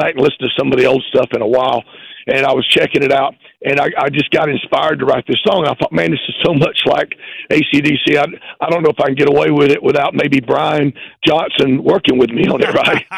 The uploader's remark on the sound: called in to the Cat Named Mo Rock Show